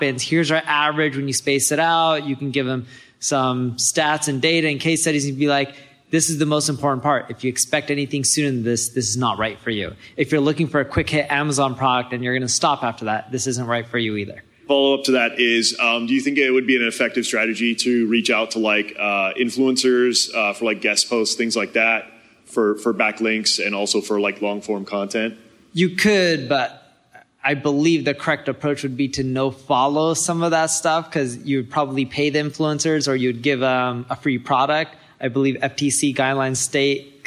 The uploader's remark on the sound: We present a segment of the Q & A from our Marketing School Live event. Tune in to hear some insightful questions from the conference attendees.